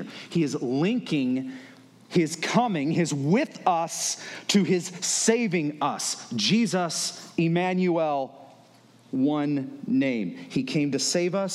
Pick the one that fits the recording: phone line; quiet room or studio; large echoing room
large echoing room